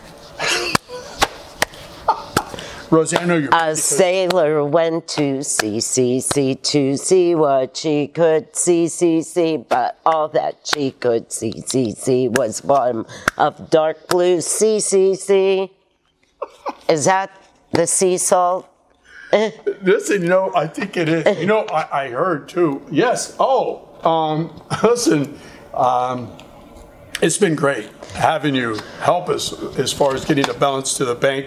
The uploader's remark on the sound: Filmed at The Fractured Grape in New Wilmington, PA.